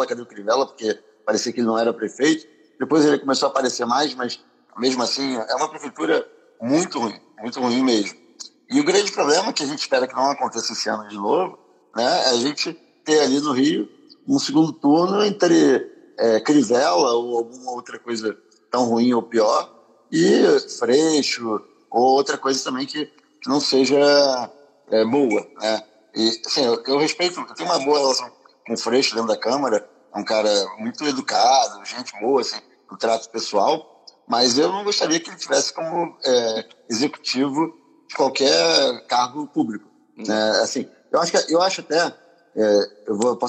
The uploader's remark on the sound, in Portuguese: Live no Instagram